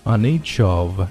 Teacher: on 和 each 啊，如果读得快的话可以连读啊，不连读也是没有问题的 on eachof each 和连过去 each of the specific 尾音的一个 k 读得很轻哈，不要读重了，重的话这个就读不快了。Specific charges